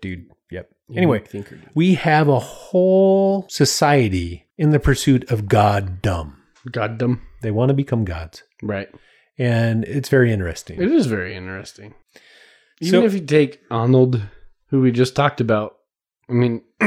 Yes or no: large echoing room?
no